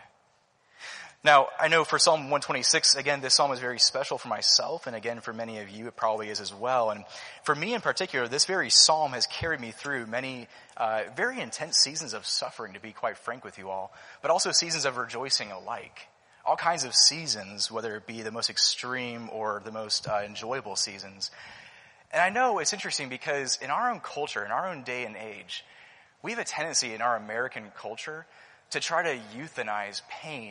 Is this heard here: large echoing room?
yes